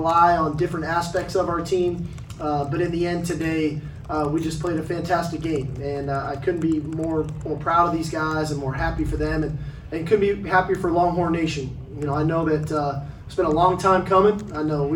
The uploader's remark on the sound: Big 12 Championship Postgame Press Conference. Speak to the media following the Texas Longhorns victory over Oklahoma State in the Big 12 Championship!